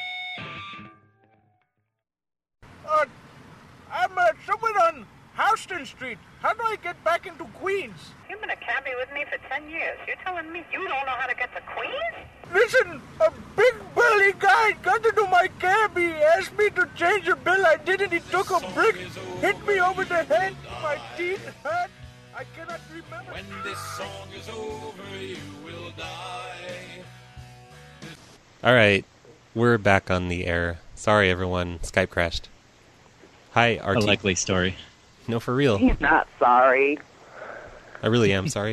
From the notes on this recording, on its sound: RBCP's Personal Prank Phone Calls Collection